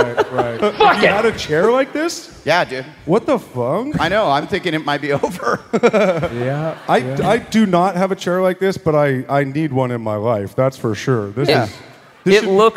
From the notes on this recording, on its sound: Live From Columbus!